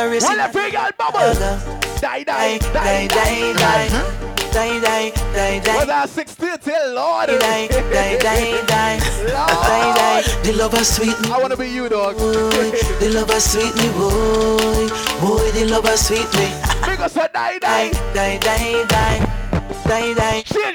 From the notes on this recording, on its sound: LIVE AT ZULU ENCHANTED JULY 2014 [BARBADOS]